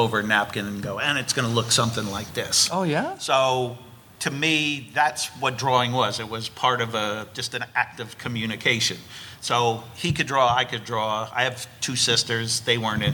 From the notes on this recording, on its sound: A live chat from FanExpo Philly